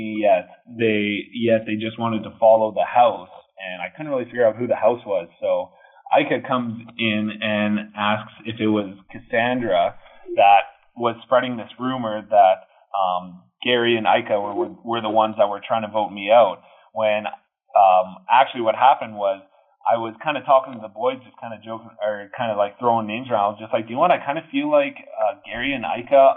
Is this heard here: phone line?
yes